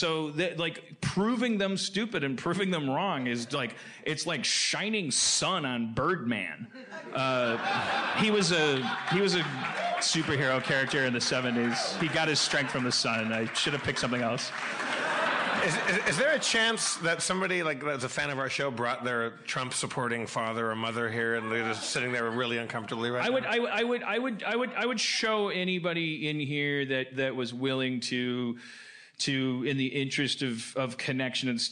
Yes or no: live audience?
yes